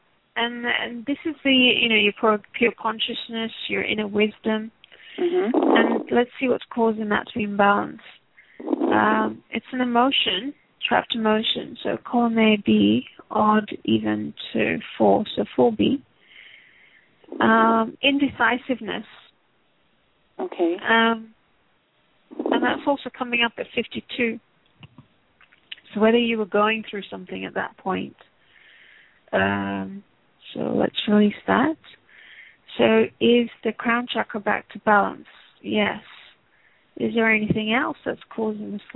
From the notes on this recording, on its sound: Takes your calls for healing live today!